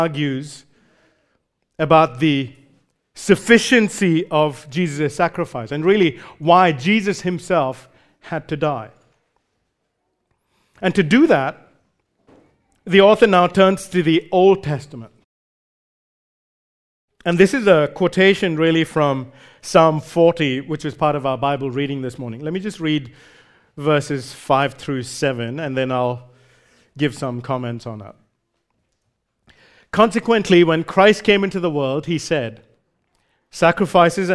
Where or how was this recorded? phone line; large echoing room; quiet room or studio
large echoing room